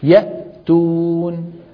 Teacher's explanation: الهمزة حرف شديد مجهور. شديد يعني لا يجري معه الصوت، مجهور يعني لا يجري معه النفس.